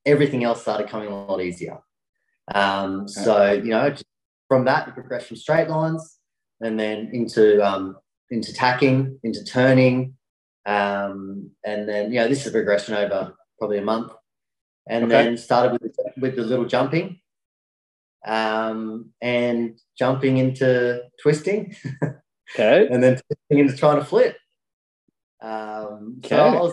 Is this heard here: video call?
yes